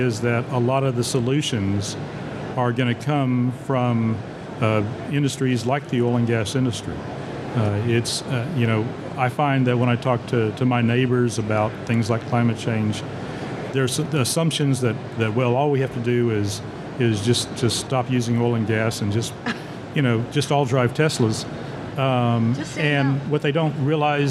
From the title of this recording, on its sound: at Offshore Technology Conference 2023